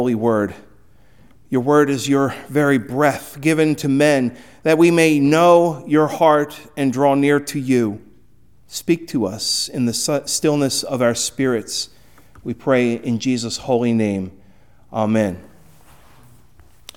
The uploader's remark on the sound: Recorded at Hudson UMC on February 14, 2024.